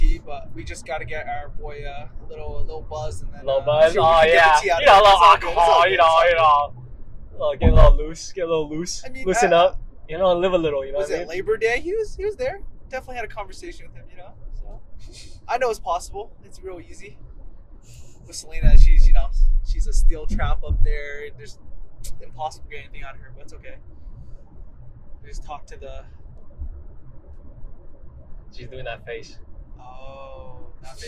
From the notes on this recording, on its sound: We had to take this podcast on our road with us to Eugene. We apologize for parts of the audio where you can hear the bumps in the road. Tried her best to de-noise as much of the audio without distorting the voices.